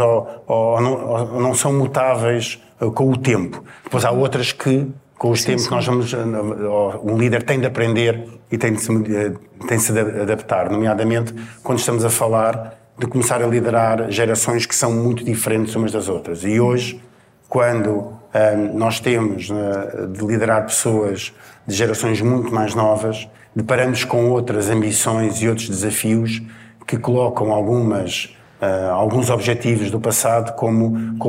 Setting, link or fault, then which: setting, live audience